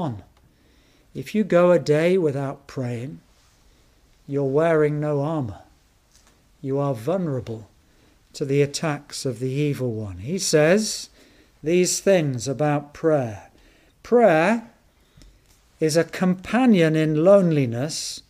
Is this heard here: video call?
no